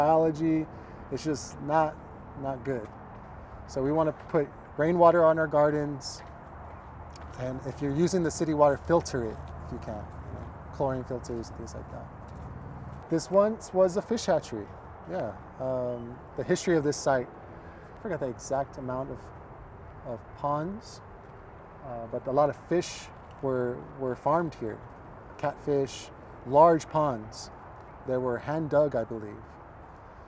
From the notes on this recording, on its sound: a tour of Festival Beach Food Forest in Austin, Texas.